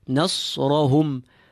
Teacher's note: Sad filled and the ra is completely full as well.